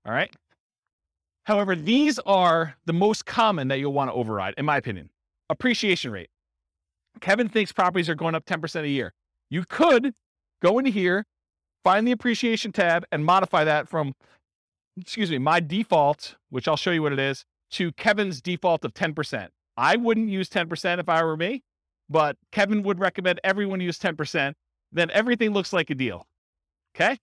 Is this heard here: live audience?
yes